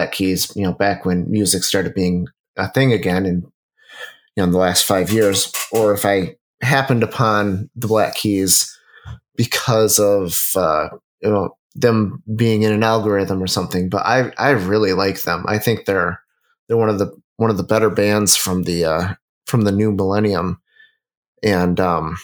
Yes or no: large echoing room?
no